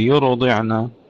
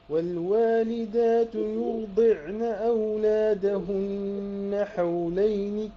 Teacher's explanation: يرضعنا، خلي الراء ساكنة، لا تقول يرضعنا، يرضعنا، خلي الراء ساكنة بدون قلقلة · Shown in: second take